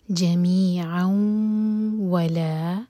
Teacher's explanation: یہاں ہم ادغام کریں گے، مرج کریں گے تنوین کے ساؤنڈ کو واو کے ساتھ